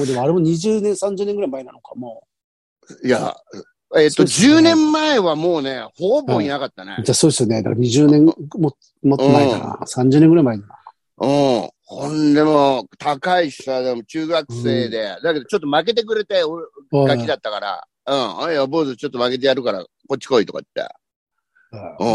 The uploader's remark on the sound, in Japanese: ZOOMで収録